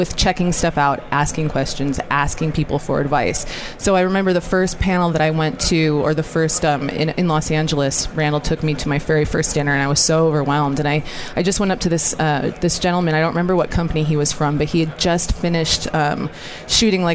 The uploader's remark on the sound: Day 2 Live at NAB show 2017! Live from the NAB show 2017 Advanced Advertising Pavilion.